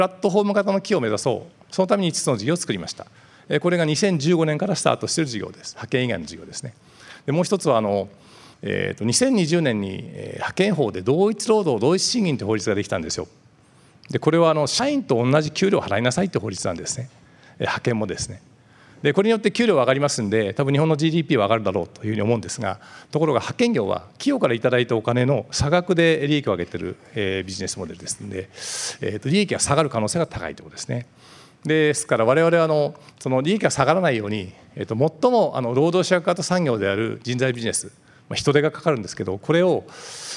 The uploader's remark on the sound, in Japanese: 2022年7月2日、東京・両国で行われた「ラジオNIKKEI 相場の福の神 注目企業ＩＲセミナー」から